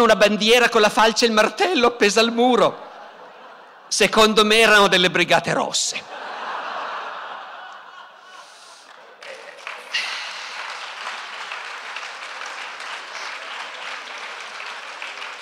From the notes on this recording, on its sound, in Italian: Dal Festival della Mente 2017.